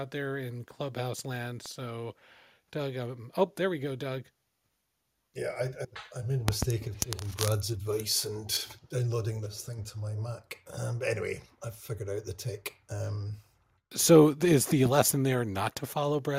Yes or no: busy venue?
no